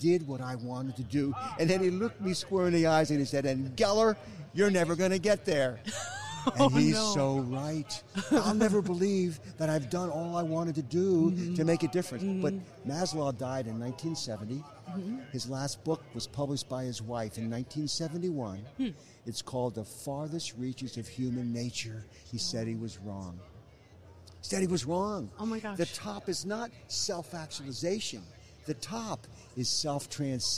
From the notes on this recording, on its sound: live on the expo floor from the 2019 NSC Expo